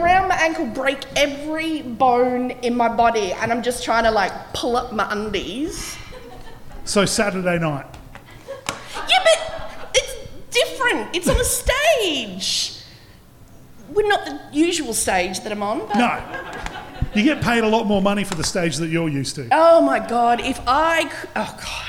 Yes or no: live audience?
yes